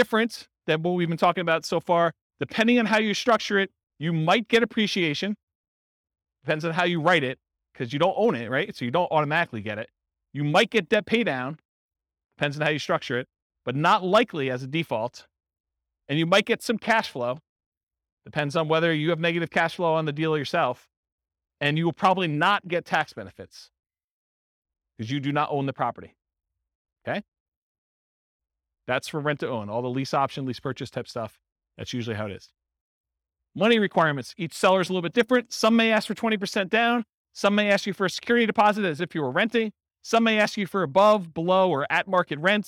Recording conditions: live audience